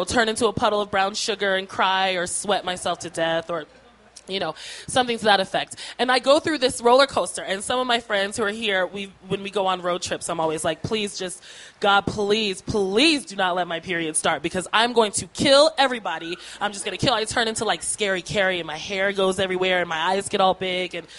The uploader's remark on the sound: These stories were recorded at The Deer Pile on August 15th, 2013 by our good friends at The Denver Diatribe .